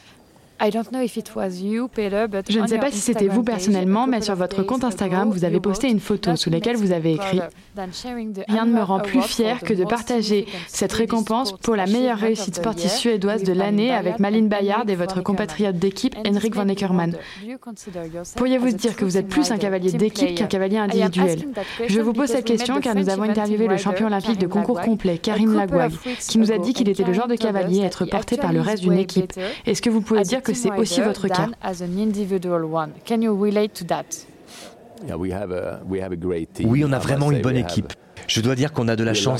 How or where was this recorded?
busy venue